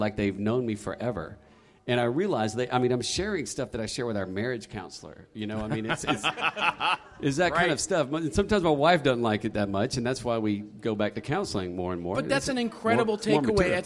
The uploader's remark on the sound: Live from Content Marketing World Sydney. Live from Content Marketing World in Sydney, Australia.